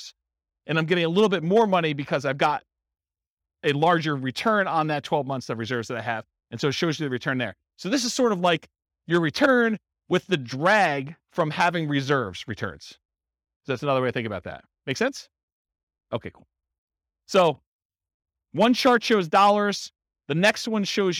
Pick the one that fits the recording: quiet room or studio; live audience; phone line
live audience